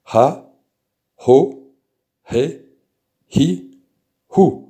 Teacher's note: Le he est aspiré.